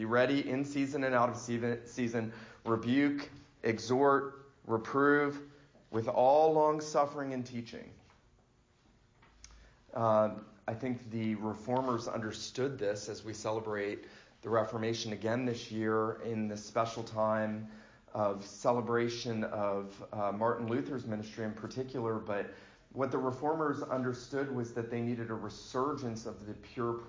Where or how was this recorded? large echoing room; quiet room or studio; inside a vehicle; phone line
large echoing room